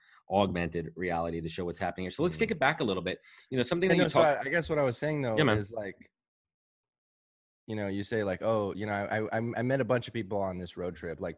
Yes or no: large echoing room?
no